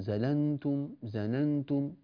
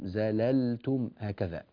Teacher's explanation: وبعض الناس يجعل صوت اللام قريبا من النون · Shown in: first take